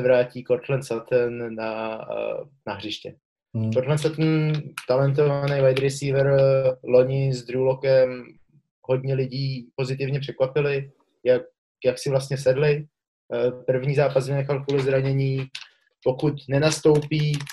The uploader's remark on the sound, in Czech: Kvalita zvuku kolísavá